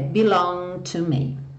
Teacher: Aqui a gente suprime esse G.